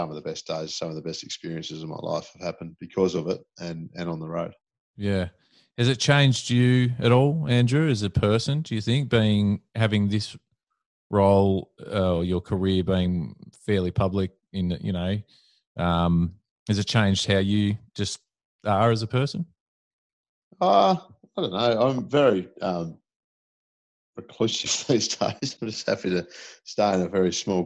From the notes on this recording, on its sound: The first of many remotely recorded episodes